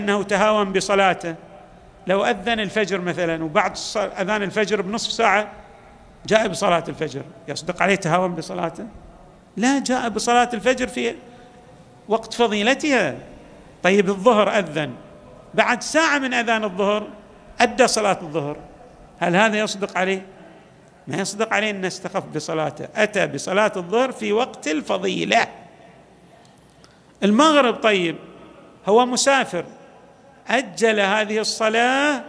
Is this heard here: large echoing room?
yes